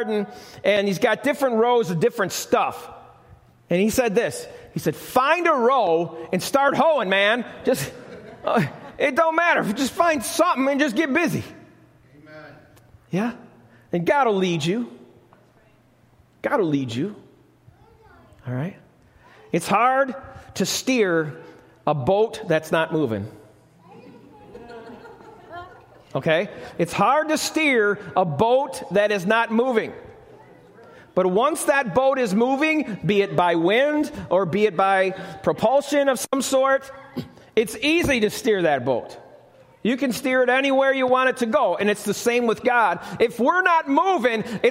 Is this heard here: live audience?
yes